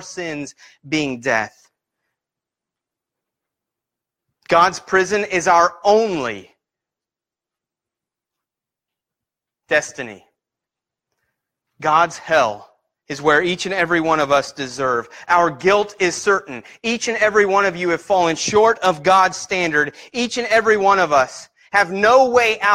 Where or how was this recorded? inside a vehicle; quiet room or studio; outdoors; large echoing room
large echoing room